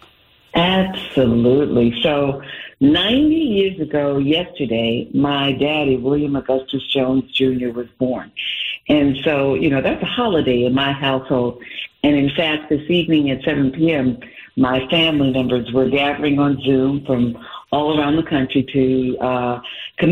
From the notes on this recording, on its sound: New Yorkers call in to sound off.